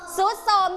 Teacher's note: ตัวรอเรือนี้เราจะไม่ออกเสียงนะคะเราจะออกเสียงไปเป็นเสียงซอ · Term: คำควบไม่แท้